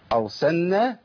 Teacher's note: لام الفعل. ولام الفعل لا تضغم في النون